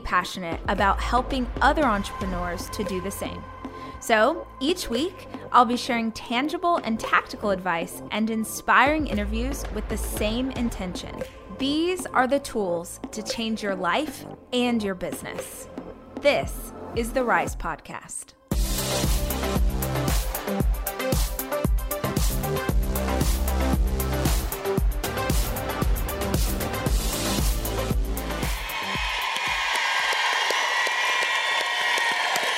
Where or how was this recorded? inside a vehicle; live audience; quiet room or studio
live audience